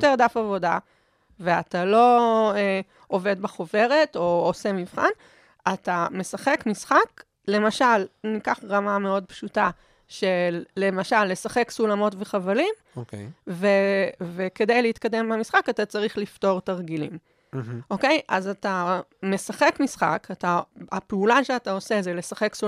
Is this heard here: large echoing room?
no